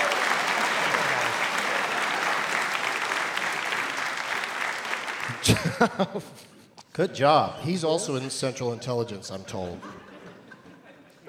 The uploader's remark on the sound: Live from the Woman's Club of Minneapolis